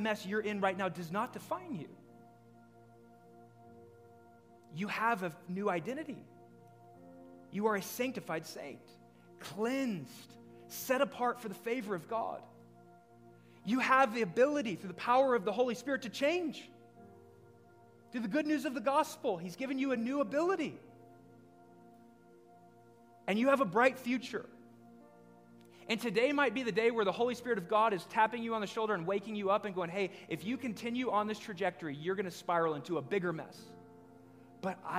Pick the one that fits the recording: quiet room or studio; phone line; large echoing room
large echoing room